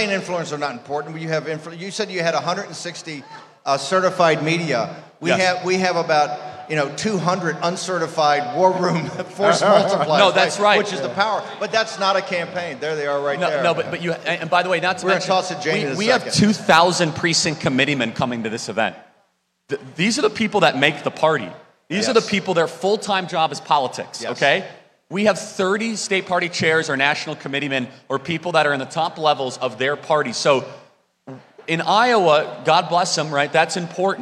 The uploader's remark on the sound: Live From ACTCON